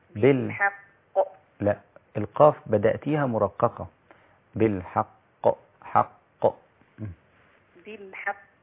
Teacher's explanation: الحاء رقيقة لكن لا تدخل على القاف · Term: ترقيق الحاء